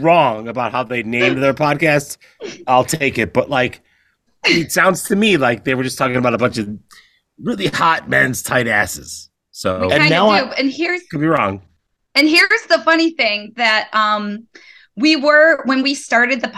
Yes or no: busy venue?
no